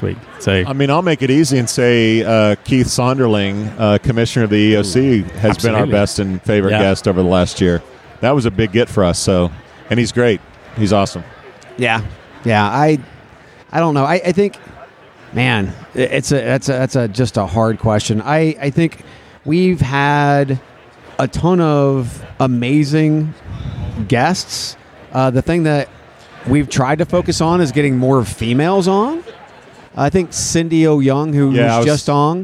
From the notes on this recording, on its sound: I caught up with them afterwards on the expo floor